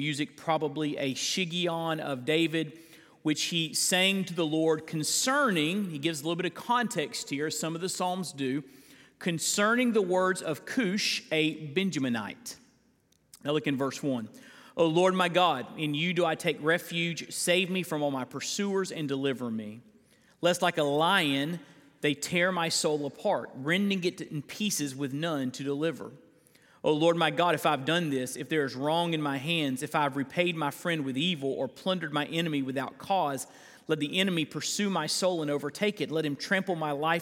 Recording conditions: live audience